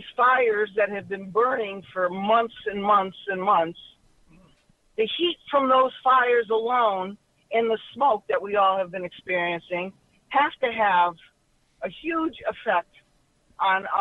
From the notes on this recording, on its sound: We take phone calls